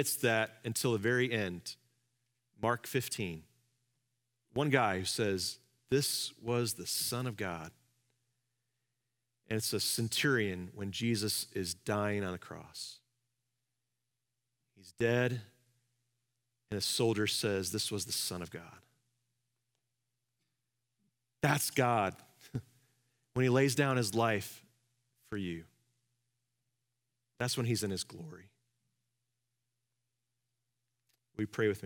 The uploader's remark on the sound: Live from our Celebration Ministry Center